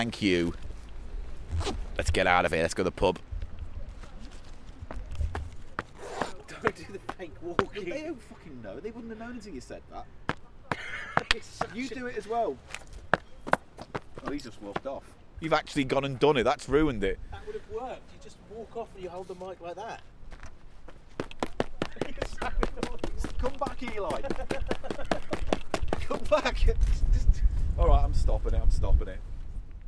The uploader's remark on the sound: take a merry wander through London, starting in Angel, Islington and ending in Highgate Village.